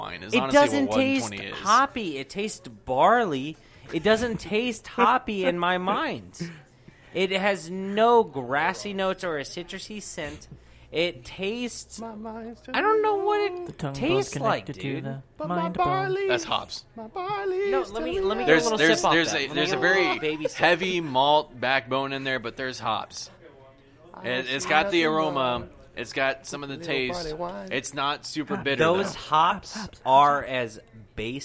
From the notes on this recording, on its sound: live from Midway Craft House in Denton TX